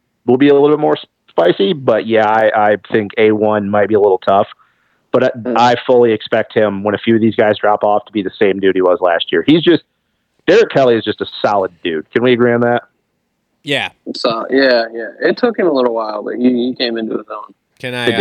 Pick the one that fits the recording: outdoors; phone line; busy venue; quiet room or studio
phone line